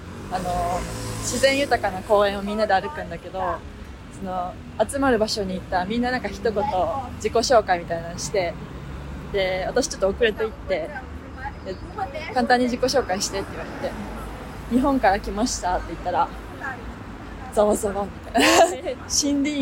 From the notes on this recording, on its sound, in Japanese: 10月末のリスボンは少しずつ寒くなってきました。歩きながらのお散歩フリートーク。